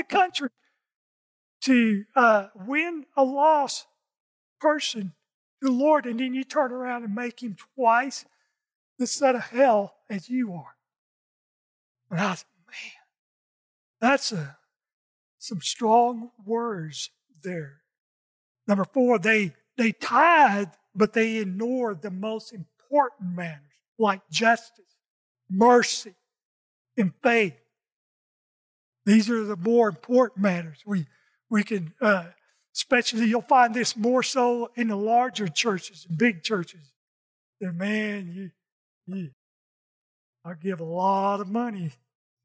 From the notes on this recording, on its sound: In this message from our Sunday service. Recorded from South Gate Fellowship in Duncanville, TX.